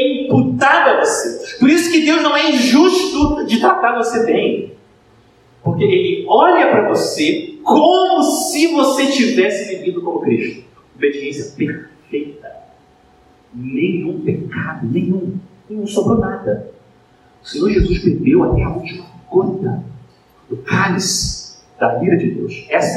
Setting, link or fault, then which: setting, large echoing room